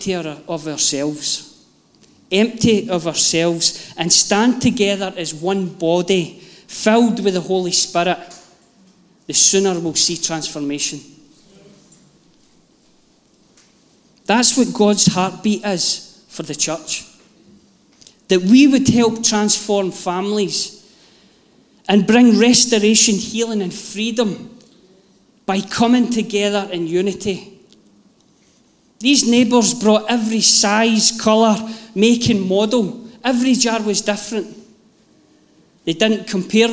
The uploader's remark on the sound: Live from our Sunday gathering on 17/07/22.